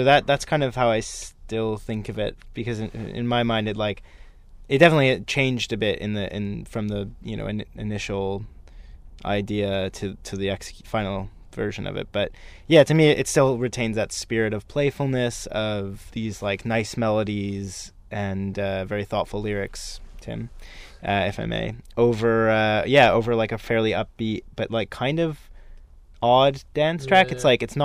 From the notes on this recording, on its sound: I climbed into the tour van